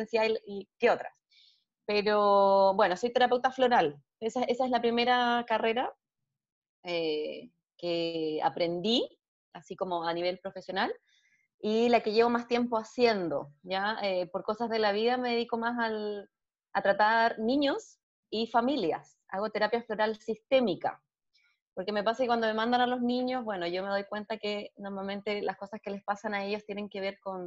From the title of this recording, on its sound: Zoom Session 01